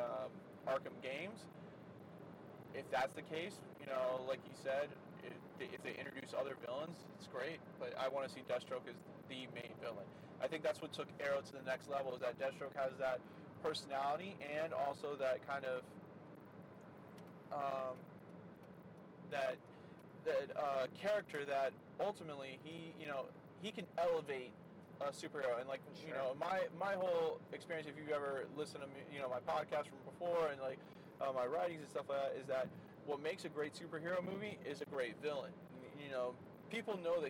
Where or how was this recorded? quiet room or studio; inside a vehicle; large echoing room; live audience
inside a vehicle